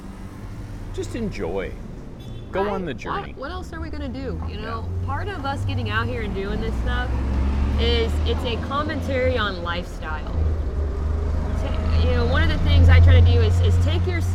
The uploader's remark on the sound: Raw convo outside a cafe